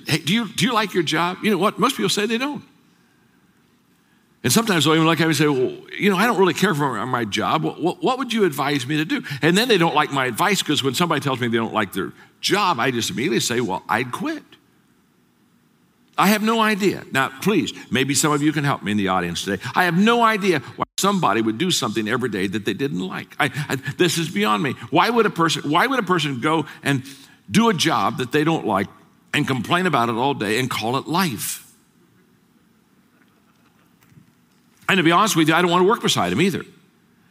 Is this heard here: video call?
no